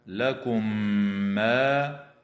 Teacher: أما الميم الساكنة في قوله تعالى لكم ما فحكمها الإدغام مع الغنة بمقدار حركتين